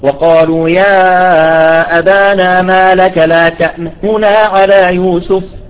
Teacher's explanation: نعطي جزء بسيط من الحركة حتى نظهر للسامع أن أصل الكلمة تأمننا · Term: الروم